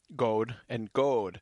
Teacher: In Middle English, they sound the same, God and God. You hold it out a little longer the second time, but it's otherwise the same.